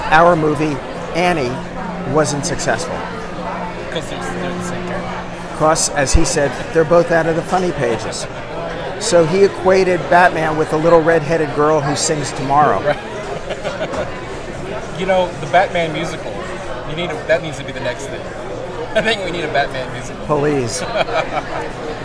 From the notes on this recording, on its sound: San Diego Comic-Con. Over lunch during the convention.